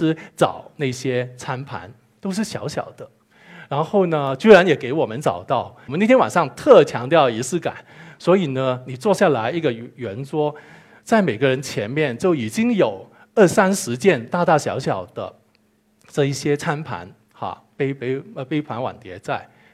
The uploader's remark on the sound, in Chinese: 一席现场。